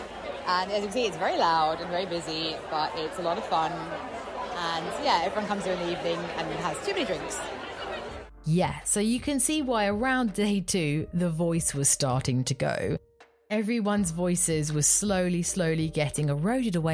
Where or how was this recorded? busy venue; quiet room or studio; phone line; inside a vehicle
busy venue